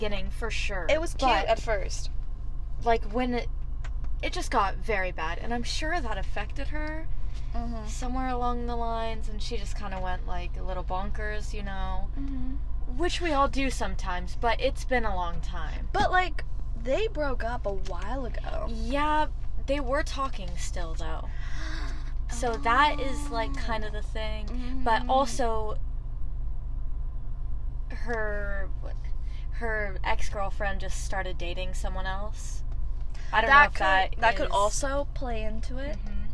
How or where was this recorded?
inside a vehicle